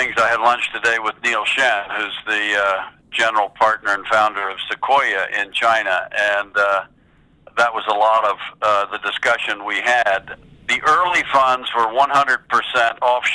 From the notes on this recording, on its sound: In this phone interview